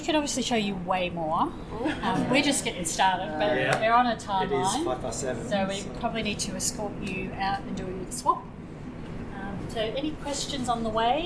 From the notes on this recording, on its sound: Melbourne newCardigan cardiParty Recorded Live. A massive tour of the Arts Centre Melbourne.